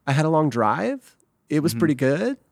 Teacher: You end everything up. Everything sounds like a question. · Term: upspeak